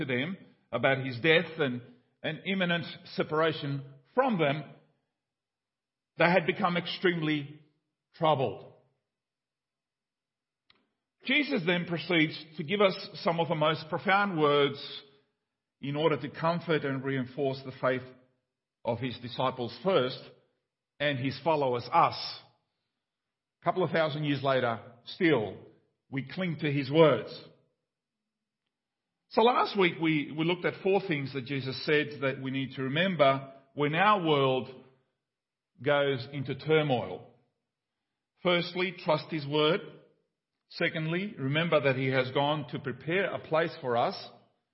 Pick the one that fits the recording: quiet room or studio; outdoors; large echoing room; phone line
large echoing room